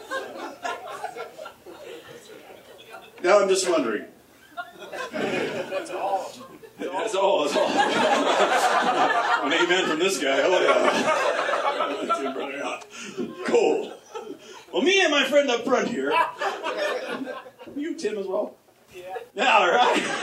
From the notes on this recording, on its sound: Stand Up, Live at the Comedy Factory.